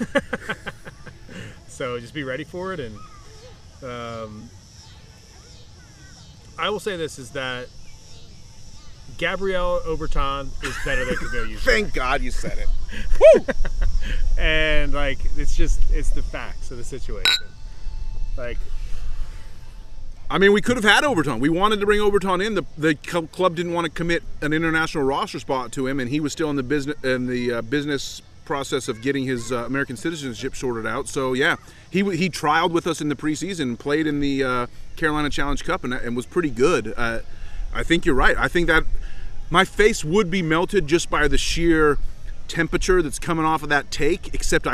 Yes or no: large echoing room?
no